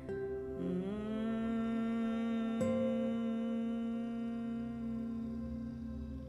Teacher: आप अपने होठों को मिला लेंगे, किंतु साउंड कंटिन्यू निकलता रहेगा और वो साउंड होगा माँ का, जो होठों को रोकने के बाद कुछ इस प्रकार से निकलता है।